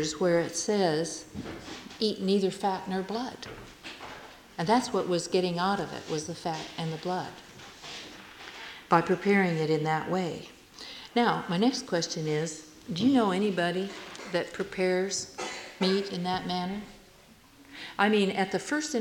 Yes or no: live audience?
yes